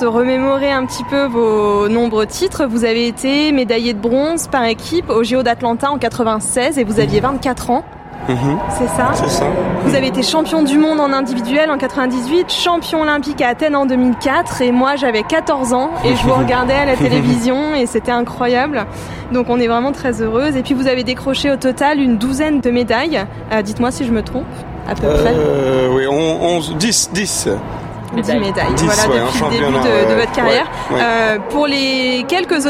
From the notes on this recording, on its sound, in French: Cet épisode on l’a enregistré il y a un mois lors du CHI de Genève. Nous avons été reçues par la maison Hermes Sellier nous avons installé nos micros dans leur loge absolument sublime.